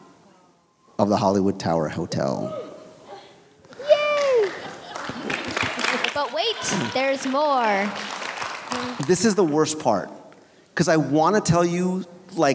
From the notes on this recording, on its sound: LIVE Show from the Atlantic Dance Hall. LIVE show recording from our WDW Radio NeverLand and Sea event at the Atlantic Dance Hall before our cruise on the Disney Dream.